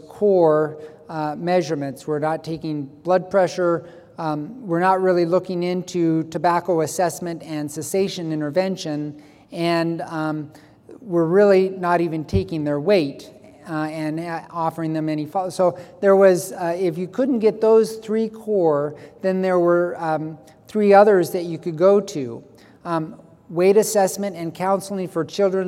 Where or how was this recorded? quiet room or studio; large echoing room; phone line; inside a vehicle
large echoing room